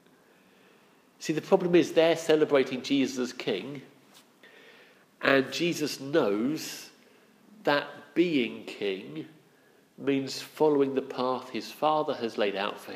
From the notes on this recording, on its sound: Our sermon from the 9am Palm Sunday service